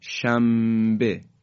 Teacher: یعنی نون رو خوب اظهار نمی کنیم و در حقیقت قلب به میم میشه، تبدیل به میم میشه، شنبه.